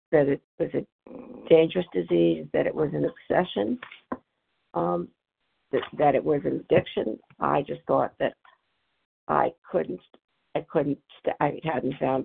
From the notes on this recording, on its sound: 100 Pounders Phone Meeting